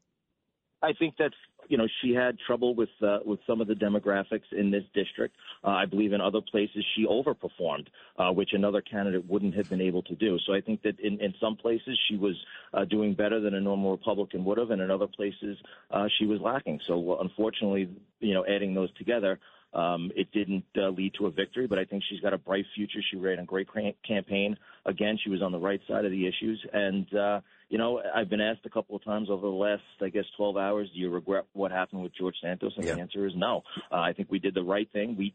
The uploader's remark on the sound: Calls in on his way back to Washington, D.C.